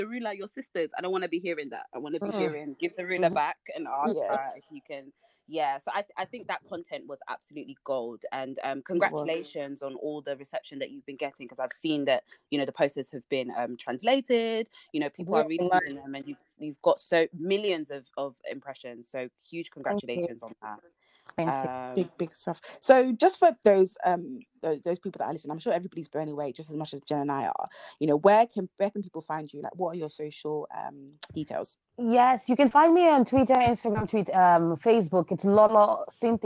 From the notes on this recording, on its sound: apologise in advance for the sound due to connection issues